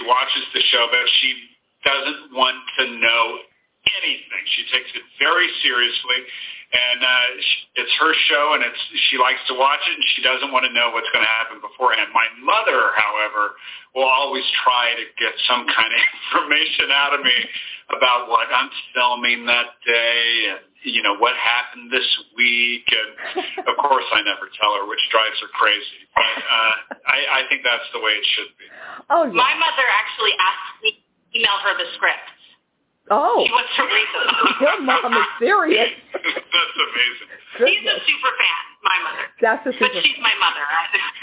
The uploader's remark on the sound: phoned in directly from Rome earlier this week